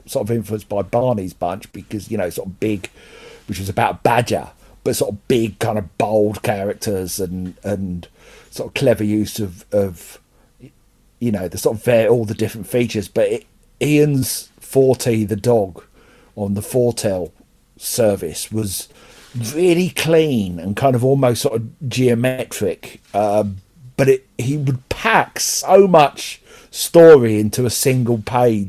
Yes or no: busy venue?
no